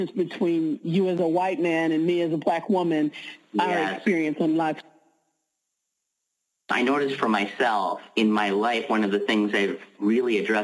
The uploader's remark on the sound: Pay Me What I'm Worth conference-call based classes. We record (then broadcast) our classes.